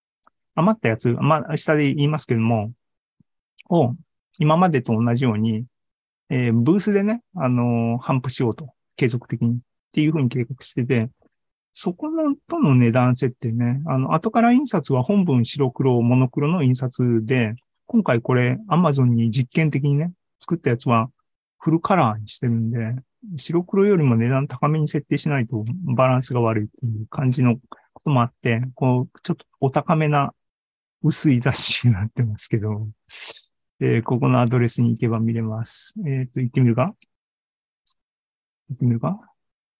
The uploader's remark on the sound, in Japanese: ZOOMライブの模様です